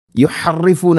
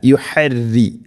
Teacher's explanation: യുഹരിഫൂനഹു, അതുപോലെ തന്നെ റോഇനെ യുഹറി അങ്ങനെ പറയരുത്, യുഹറിഫൂന അല്ല, യുഹരി, റോഇനെ തർഖീഖ് ചെയ്യണം, നേർപ്പിക്കണം. · Shown in: second take